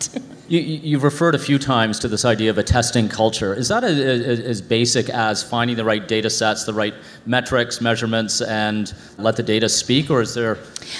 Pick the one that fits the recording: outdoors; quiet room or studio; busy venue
busy venue